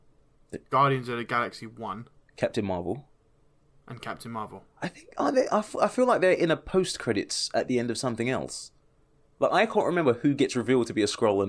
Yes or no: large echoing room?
no